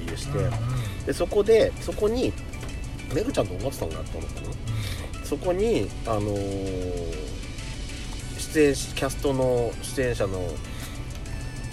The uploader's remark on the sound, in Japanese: パーキング収録